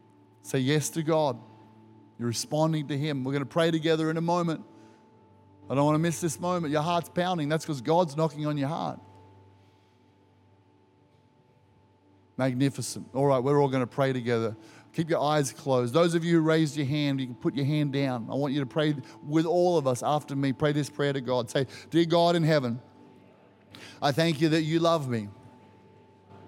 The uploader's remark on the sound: Recorded during our Good Friday service